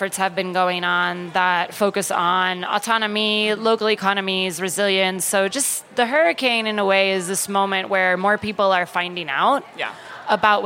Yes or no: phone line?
no